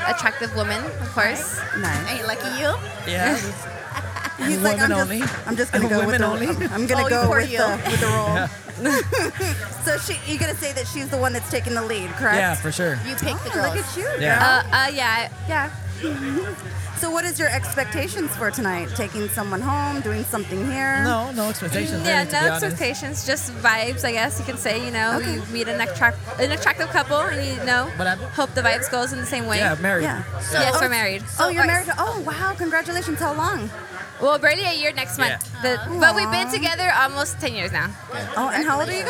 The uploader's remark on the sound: recorded at Athena's, a lifestyle swinger hideaway